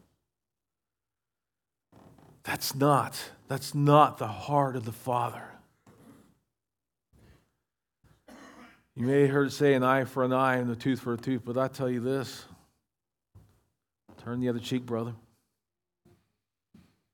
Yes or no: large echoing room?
yes